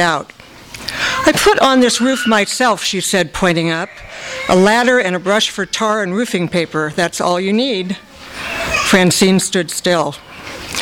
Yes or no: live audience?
yes